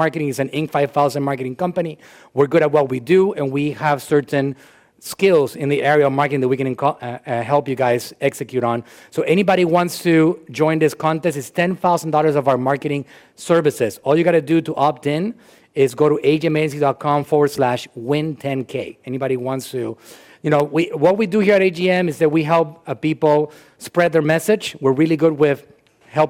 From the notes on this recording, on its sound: Joins us at our HQ in Largo, FL for a live workshop in this episode.